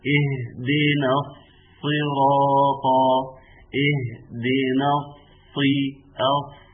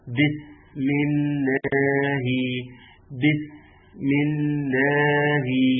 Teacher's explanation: بحافظ على صوت الصفير، بنحافظ على صوت الصفير